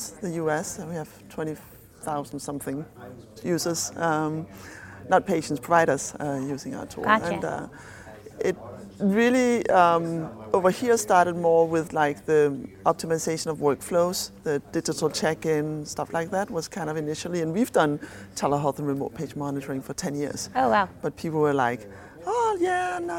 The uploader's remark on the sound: recorded at HIMSS22